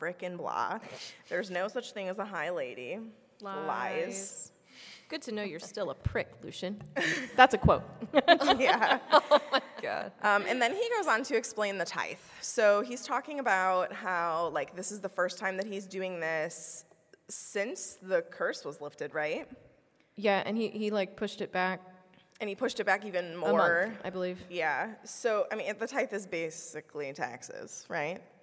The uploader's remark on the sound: LIVE at LeakyCon Chicago 2023!